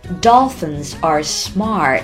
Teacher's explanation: 结尾的字母 t 直接可以停一拍不发声 · Term: 儿化音